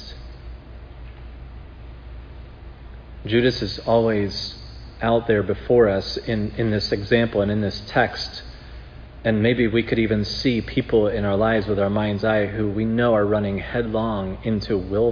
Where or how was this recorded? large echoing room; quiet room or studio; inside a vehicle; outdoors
large echoing room